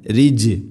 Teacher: ജീമിനെ ഖൽഖല ചെയ്യണം, ശരിക്കും അത് കേൾക്കണം